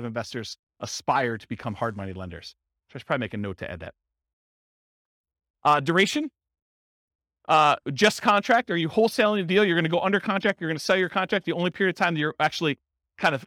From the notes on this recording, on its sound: This was a live class recorded